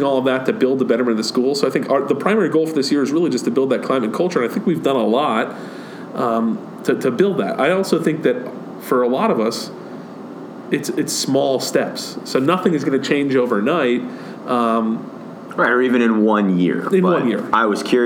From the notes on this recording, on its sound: We take our mics to MiniTHON.